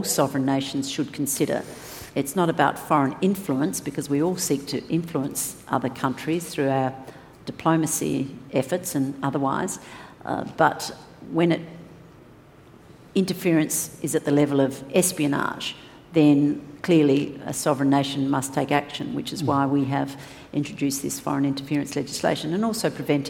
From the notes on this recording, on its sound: Recorded at the Grand Hyatt Melbourne on 11th April, 2018.